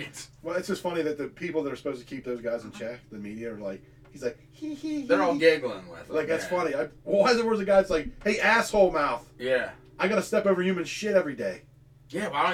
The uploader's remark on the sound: there will probably be a problem with the recording.